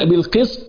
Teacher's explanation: استقبال السين للطاء البعض بيقلب السين للصاد وهذا خطأ وحنبين إن شاء الله في هذا المجلس مخرج السين صفات السين والبعض بيقلب السين للصاد والبعض بيقلب الصاد للسين والبعض بيقلب السين للزاي وما إلى ذلك سنبينها بمشيئة الله.